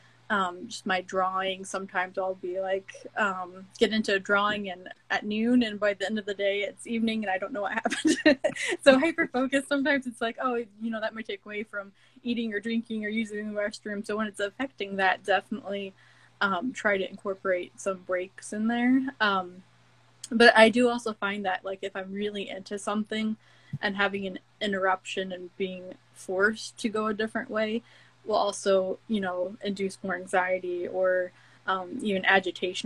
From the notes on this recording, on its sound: an insightful Instagram Live session unfolds into a powerful podcast